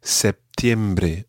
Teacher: people say septiembre and have a small P sound in the middle